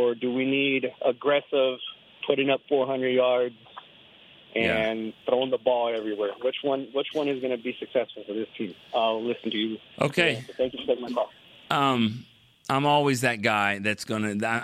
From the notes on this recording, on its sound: Plenty of phone calls came through the line